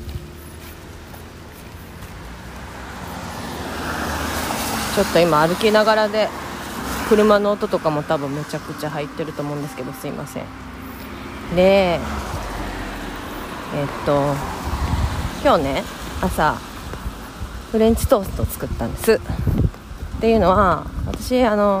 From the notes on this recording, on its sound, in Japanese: 雑音アリ。すみません※。出勤中に歩きながら話しています。